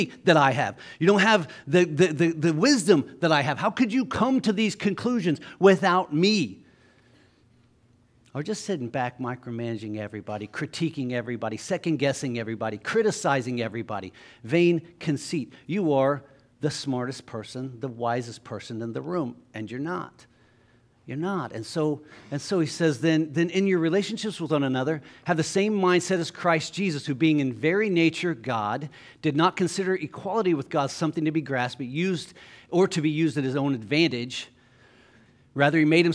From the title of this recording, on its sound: LIVE Services at Sunshine